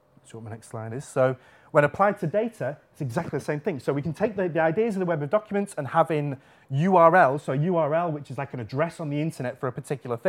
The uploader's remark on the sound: Friday Lunchtime Lecture